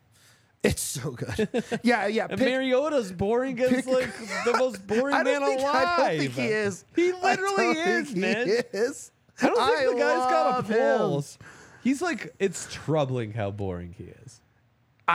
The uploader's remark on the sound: coming to you LIVE from the DNVR Bar